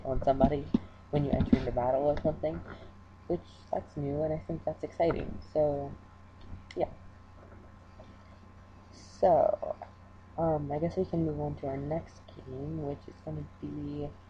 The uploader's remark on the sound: Srry for bad audio I didn't have my usual mic.